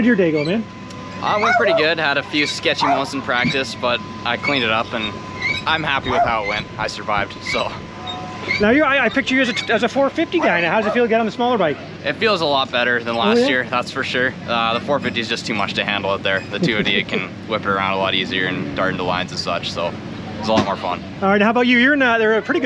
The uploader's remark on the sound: Walk And Talk - 2023 Gopher Dunes Supercross Post-Race